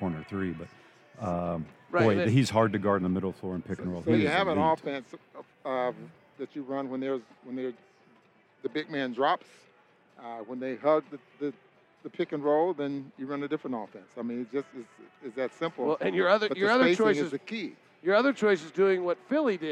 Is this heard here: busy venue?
yes